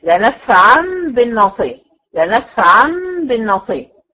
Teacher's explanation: وبعدين بخفيها عند الباء واعمل لها غنه. بحول النون الساكنه او التنوين الى ميم واعمل واخفيها عند الباء واعمل لها الغنه بتاعتها · Term: الاقلاب